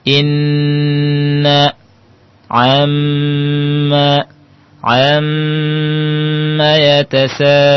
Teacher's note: suara gunnah, gunnah keluarnya di rongga hidung